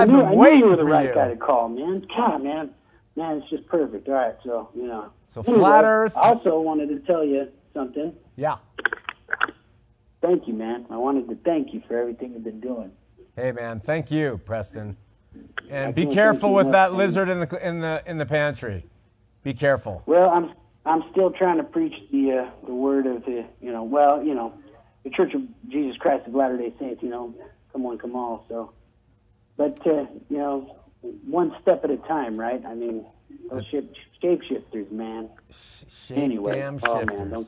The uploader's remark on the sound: Live Calls